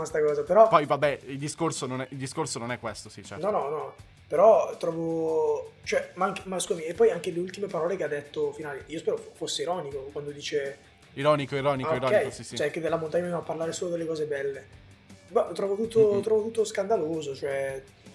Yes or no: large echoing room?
no